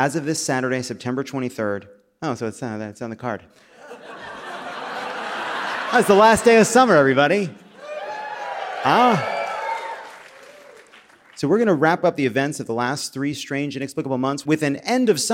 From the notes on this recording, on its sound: Live from Madison! Brings the dairy sweats to the beautiful Barrymore Theatre in Madison, Wisconsin!